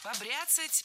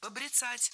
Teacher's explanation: Это слово имеет настолько непривычное ударение, что большинство людей не слышали и не представляют, что правильно побрицать, брицать. Ударение в этом глаголе и в однокоренных глаголах ставится за корнем. · Shown in: second take